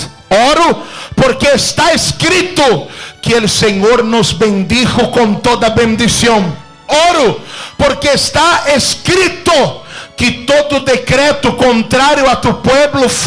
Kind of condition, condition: setting, large echoing room